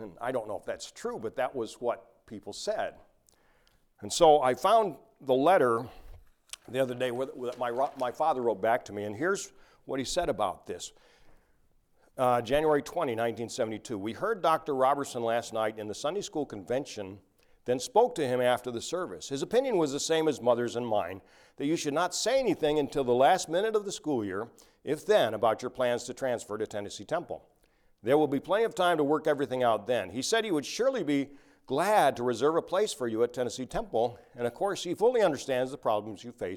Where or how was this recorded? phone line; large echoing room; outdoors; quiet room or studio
large echoing room